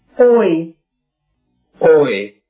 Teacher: 发这个音的时候，开始舌位在 o 和 o 之间，然后向 i 滑动 · Term: 双元音